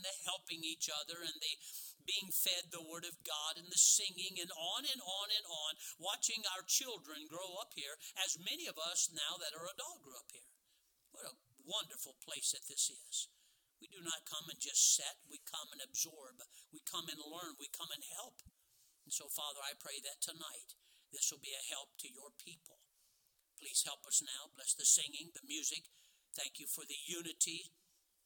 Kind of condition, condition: setting, large echoing room